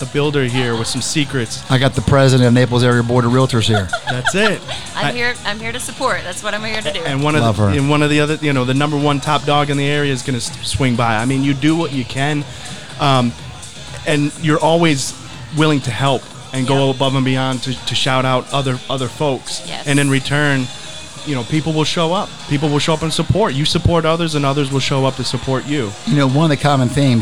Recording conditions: busy venue